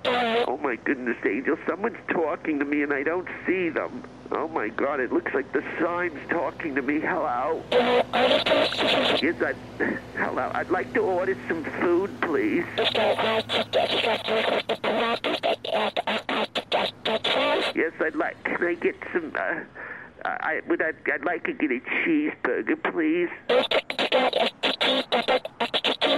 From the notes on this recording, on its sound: calls in during her first trip to a drive thru